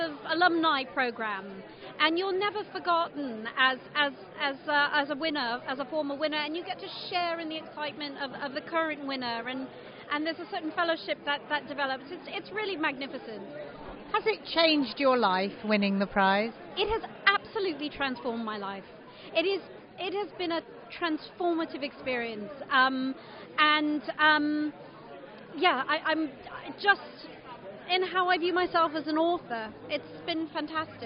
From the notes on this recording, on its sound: Live from the winners ceremony, which was generously supported by the Blavatnik Family Foundation.